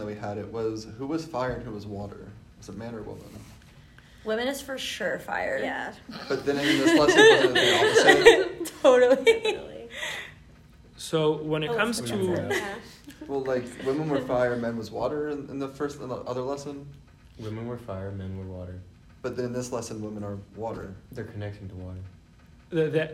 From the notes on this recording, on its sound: This episode is a recording of Lesson 4 of the Wednesday Night Torah class at YJP